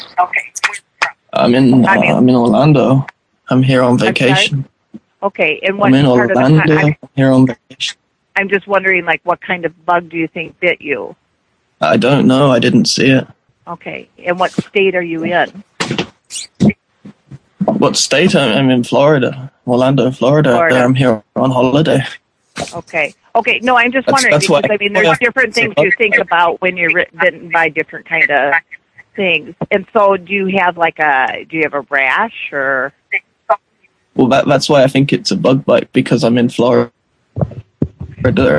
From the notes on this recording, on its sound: Prank Phone Calls